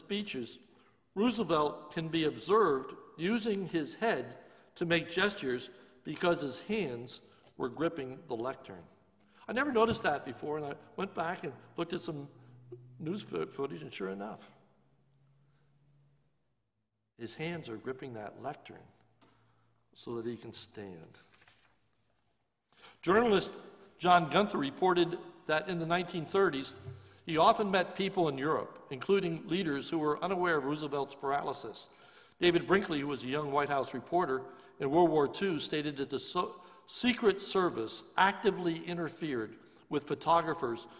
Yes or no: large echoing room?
yes